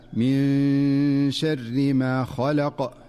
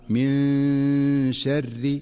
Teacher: ومن أمثلته في قوله تعالى: من شر ما خلق، فالنون الساكنة في من جاءت قبل الشين فتخفى النون، من شر فتخفى النون مع غنة مناسبة من غير أن تتحول إلى نون ظاهرة ولا أن تدغم في الشين · Term: الإخفاء